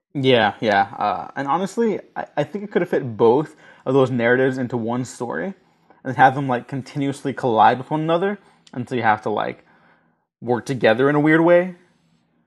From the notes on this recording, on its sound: Deal with more audio issues.